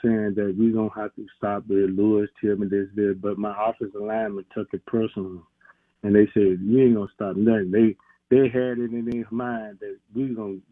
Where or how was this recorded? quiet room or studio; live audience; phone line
phone line